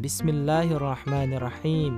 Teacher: kenapa la-nya panjang gitu ya? him-nya panjang